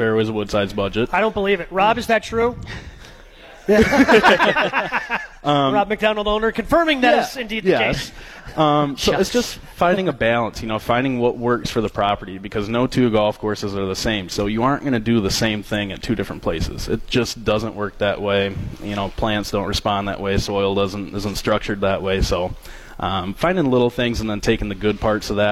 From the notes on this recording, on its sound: Masters preview live from Fairways of Woodside.